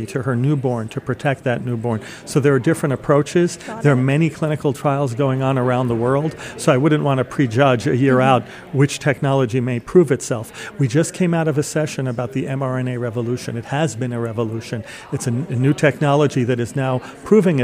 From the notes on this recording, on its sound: At the second day of the Milken Future of Health conference